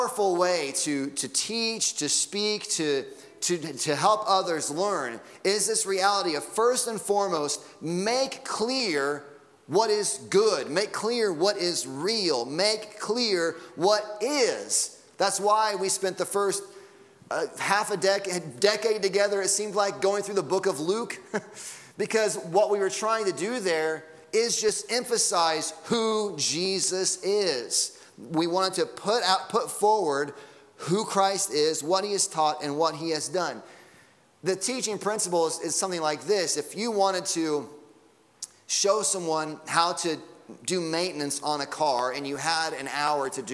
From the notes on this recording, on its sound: Sunday Morning Sermon Audio.